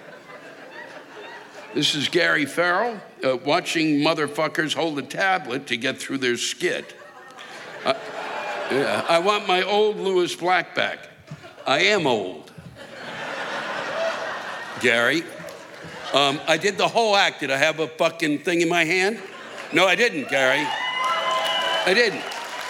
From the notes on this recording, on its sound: The live rants come from this past weekend’s shows at the Fox Performing Arts Center in Riverside, CA and the Fremont Theater in San Luis Obispo, CA.